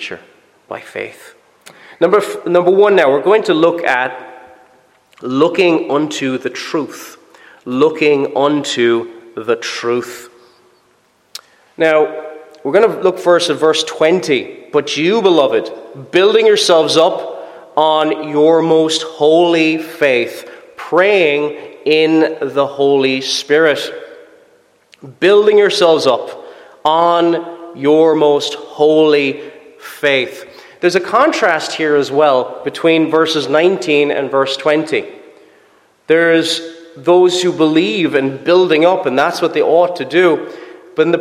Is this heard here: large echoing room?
yes